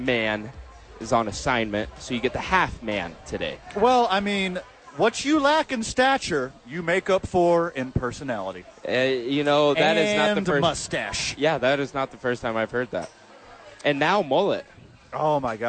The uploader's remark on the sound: live from Top Golf for YMCA Charity Event